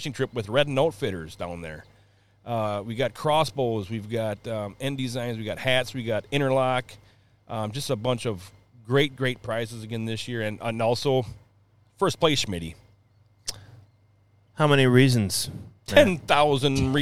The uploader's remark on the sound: LIVE Podcast on the water. Coming at you live from the waters as the carp are spawning.